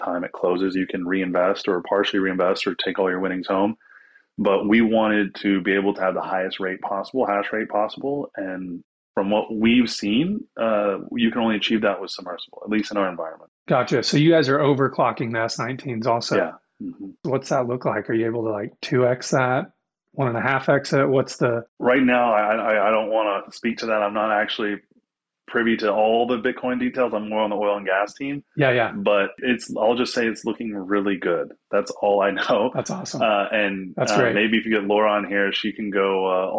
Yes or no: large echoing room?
no